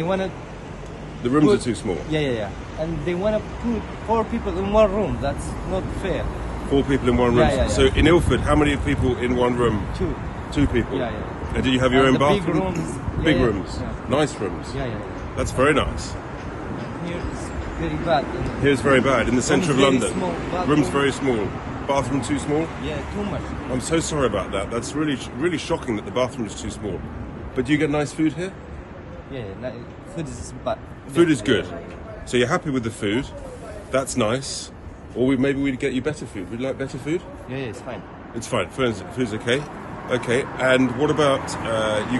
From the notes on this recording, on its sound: live from the Epsom Derby